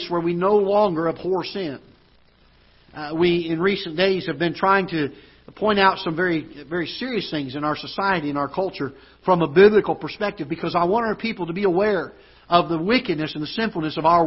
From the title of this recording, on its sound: Ketha Heights Baptist Church ~ Live Broadcast